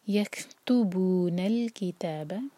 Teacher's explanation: کیف ساکن کے بعد تا، تو تا پر زور دیا جائے گا